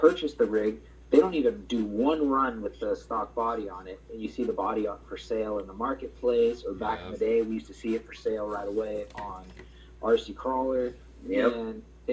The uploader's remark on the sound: We apologize for the audio quality, as we are still getting things ironed out for guests.